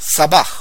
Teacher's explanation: Das H ist ein Ch-Laut und das S spricht im Türkischen wie ein scharfes S. Sabah. Morgen.